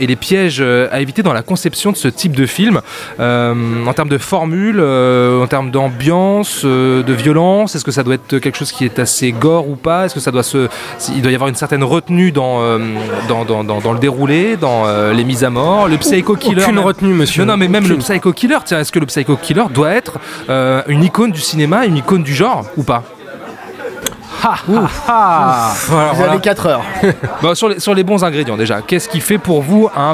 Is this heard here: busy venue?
yes